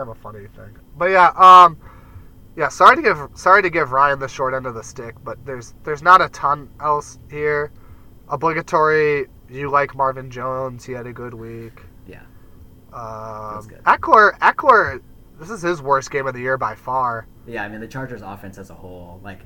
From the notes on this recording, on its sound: Does recording via hotspot from the back of a van produce a quality auditory environment?